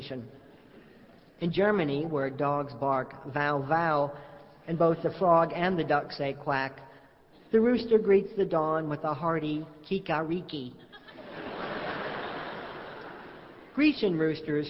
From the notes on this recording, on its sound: Live at Carnegie Hall. Recorded live on October 22, 2002, in New York City.